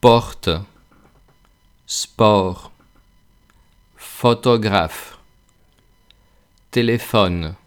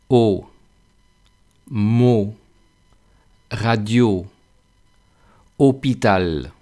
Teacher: La O abierta se acerca un poco a la A y la O cerrada se acerca un poco a la U, pero claro, sin ser U.